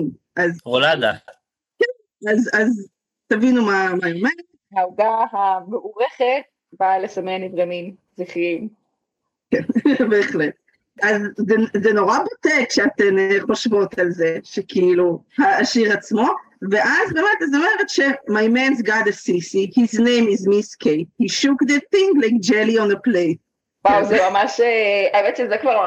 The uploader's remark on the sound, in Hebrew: הקלטת הפרק התרחשה בזום ולכן האיכות לא בשיאה.